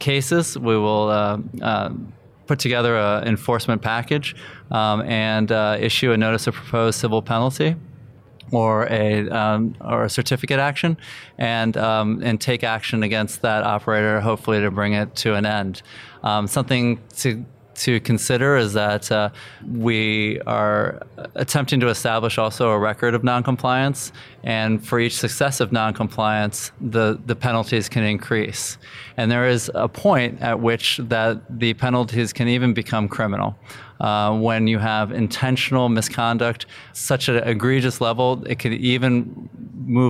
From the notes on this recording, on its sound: Live from the 2019 FAA UAS Symposium